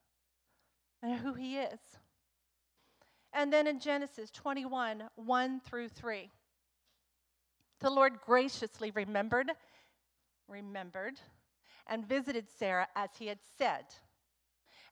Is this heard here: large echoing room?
yes